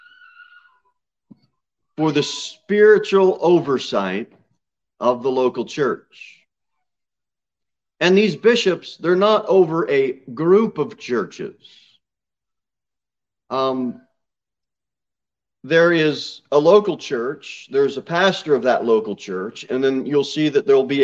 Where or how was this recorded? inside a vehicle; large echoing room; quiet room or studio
large echoing room